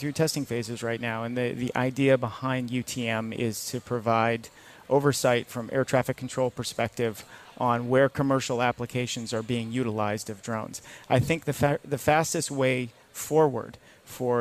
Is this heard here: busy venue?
yes